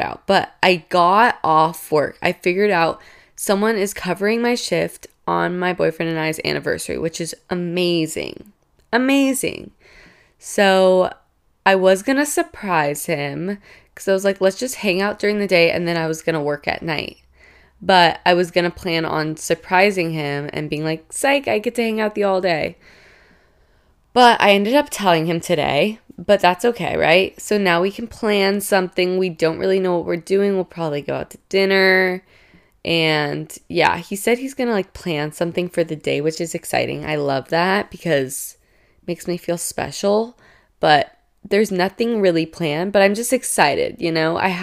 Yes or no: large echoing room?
no